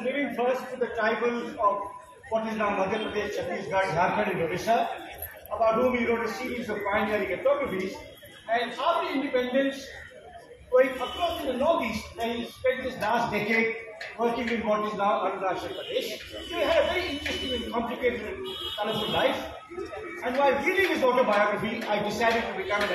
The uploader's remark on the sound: Delivered an extraordinary speech in the Bangalore Literary Festival. It was shot by me using my Vivo phone without additional professional equipment.